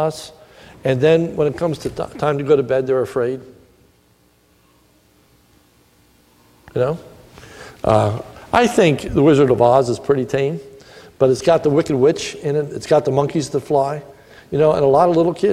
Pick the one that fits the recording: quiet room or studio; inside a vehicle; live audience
live audience